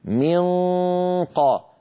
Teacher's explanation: لما ننطق نونا مخفى عند قاف مثل منقى من أقصى اللسان اللي هو مخرج القاف ينقفل تماما ويلامس الحنك اللحمي، فما بيعود في صوت يمر من هنا · Term: إخفاء النون